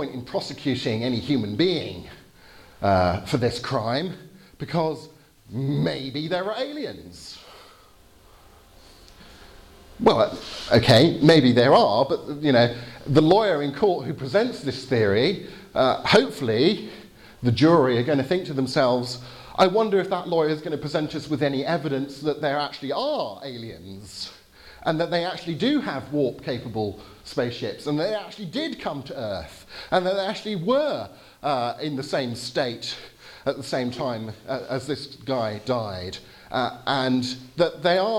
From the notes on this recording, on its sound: Lecture with Q&A (in English) at the Areopagus Centre in Timisoara, Romania, 20th November 2018